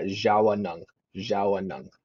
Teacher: in some dialects in our in our language, there's an a in between the w and the n, and it goes uh, zhao nung.